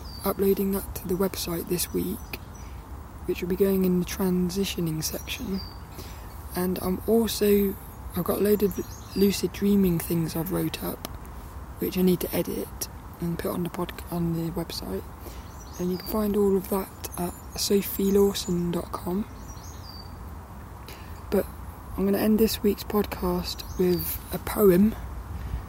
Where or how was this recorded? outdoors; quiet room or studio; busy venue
outdoors